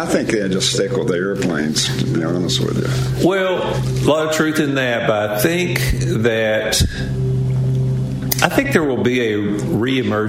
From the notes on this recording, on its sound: LIVE from Daytona International Speedway!